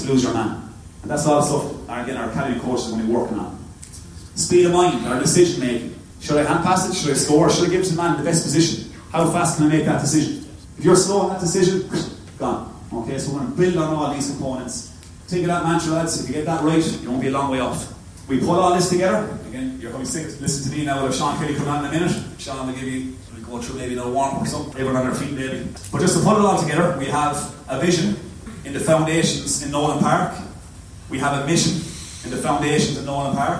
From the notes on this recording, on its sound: At Academies Launch. Apologies for the quality of the recording.